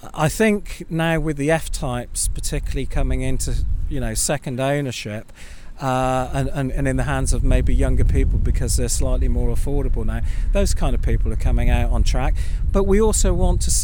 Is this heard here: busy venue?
yes